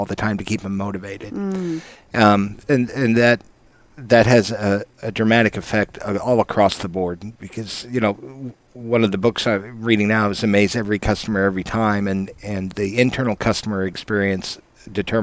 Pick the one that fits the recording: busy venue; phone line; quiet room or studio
busy venue